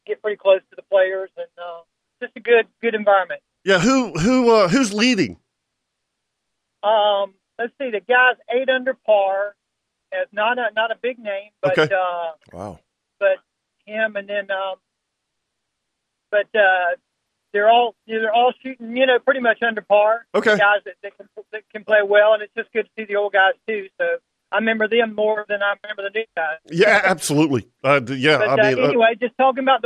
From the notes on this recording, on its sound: lot of people (including several OS Hall of Famers) called in to share their show stories and memories